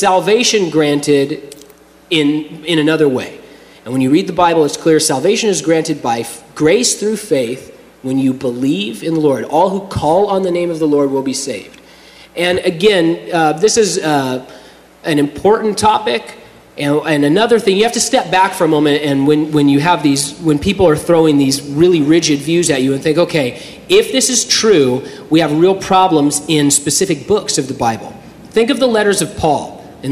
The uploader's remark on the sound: During a live Q&A session at Calvary Hanford.